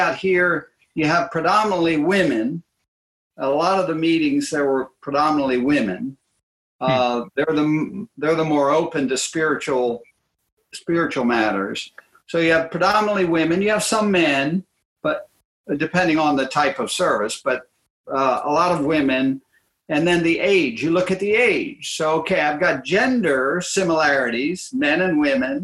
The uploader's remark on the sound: July's panel discussion, held via Zoom.